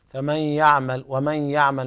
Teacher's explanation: إدغام بغنة ناقص لوقوع الياء بعد النون الساكنة